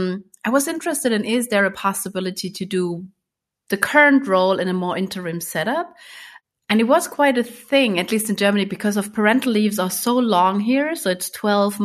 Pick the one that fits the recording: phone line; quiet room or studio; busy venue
quiet room or studio